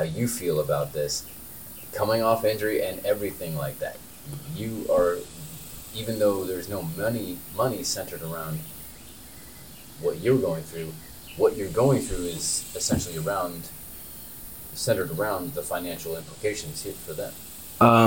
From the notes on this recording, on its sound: We are back for season 2 with brand new mics (leading to some technical difficulties we will fix next week).